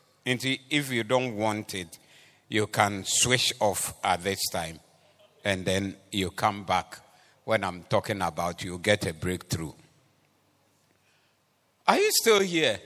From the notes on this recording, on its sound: Preached at the Doxa Service 19112023.